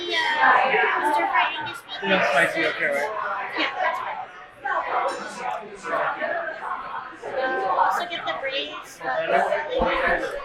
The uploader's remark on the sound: On Location: Bistro Na's